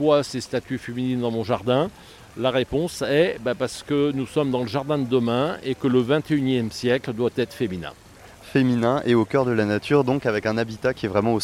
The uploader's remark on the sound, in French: Cet épisode a été enregistré au cours du salon Jardins, Jardin, organisé chaque année le premier weekend de juin.